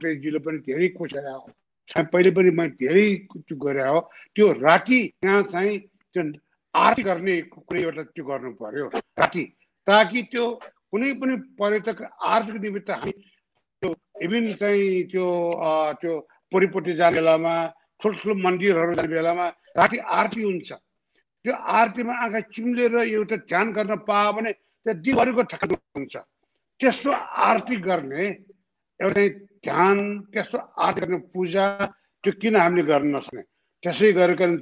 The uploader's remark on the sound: Zoom Seminar